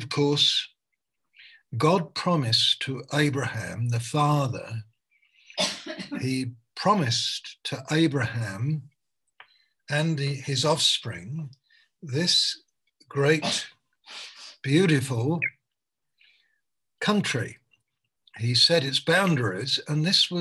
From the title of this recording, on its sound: Malaysia Meets (Zoom)